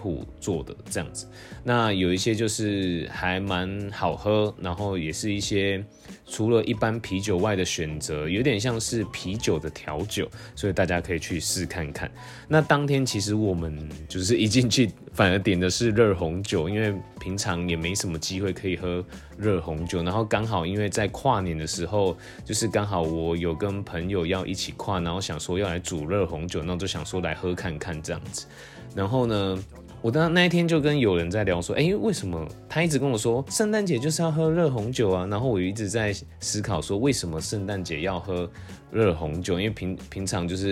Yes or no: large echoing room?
no